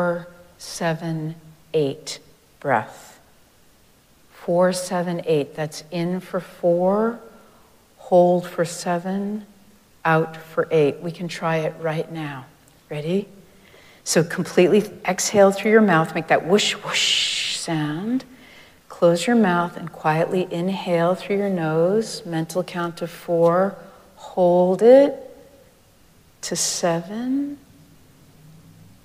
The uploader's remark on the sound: Recorded live at Arlington Street Church, Sunday, April 2, 2023